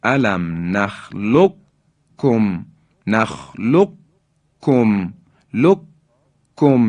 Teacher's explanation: حالا وقتی ادغام میکنیم میشه علم نخلق کم، نخلق کم، لق کم، یعنی قاف در کاف ادغام میشه و ما کاف رو مشدد و محکم بیان میکنیم. علم نخلق کم، قاف در حقیقت ادغام میشه در کاف. · Term: ادغام متقاربین